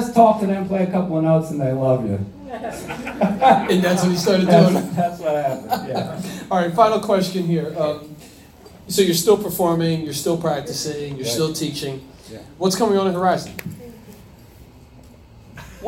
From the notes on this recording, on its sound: between sets at his performance for REJS Entertainment at Tavern On The Lake in Hightstown NJ